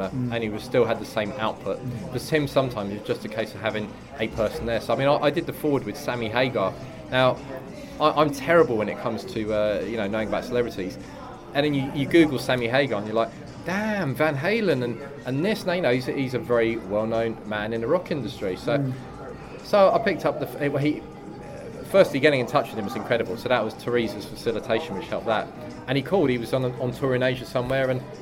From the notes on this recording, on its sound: Live from Peacock's Gym. We went down to Peacock's Gym immediately after Inoue v Donaire.